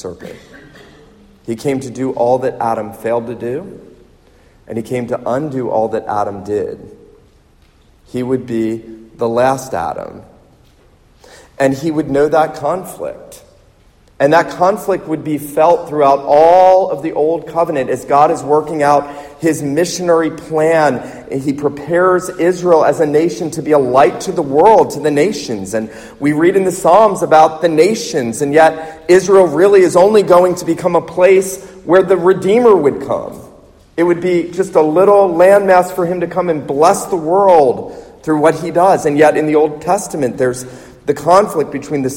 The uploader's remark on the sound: This sermon was preached at the Surfside PCA missions conference in Myrtle Beach, SC